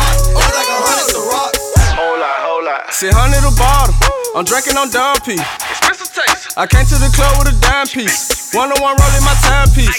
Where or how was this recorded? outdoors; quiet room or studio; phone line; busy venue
busy venue